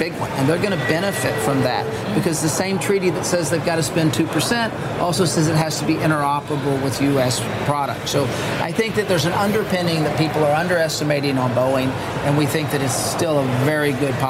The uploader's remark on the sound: live from the New York Stock Exchange